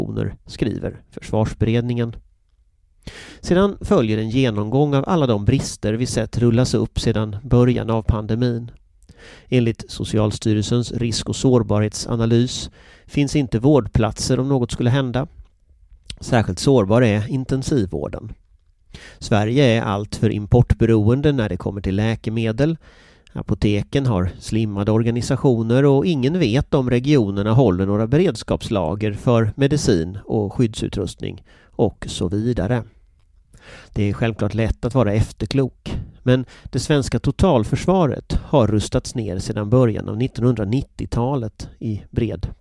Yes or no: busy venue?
no